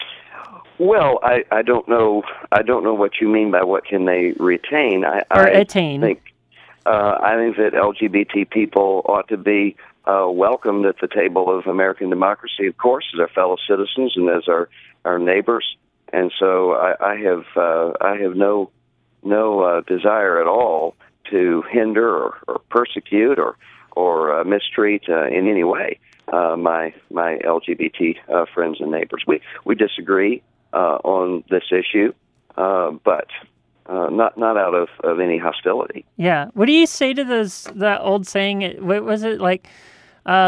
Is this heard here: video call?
no